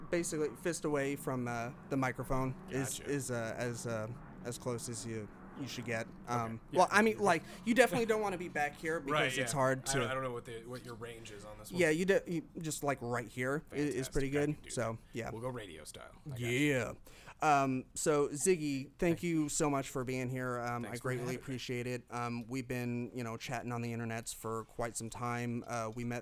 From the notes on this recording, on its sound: Live from MTAC 2019. Where we discuss cosplay with some of MTAC’s con-goers/cosplayers.